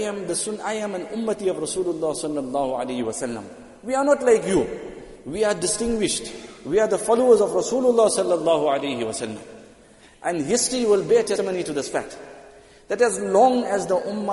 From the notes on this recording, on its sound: Jumuah lecture at Masjid ut Taqwa 20 Jan 2023.